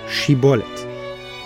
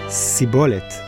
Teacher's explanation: They couldn't produce the shh sound. · Shown in: second take · So anyone pronouncing shibolet as sibolet was killed on the spot. · Term: characteristic lisp